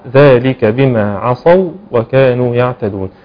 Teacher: هنا عندي ادغام متماثلين، واو ساكنه بعدها واو متحركه، ادغم الواو الساكنه ادغمت في الواو المتحركه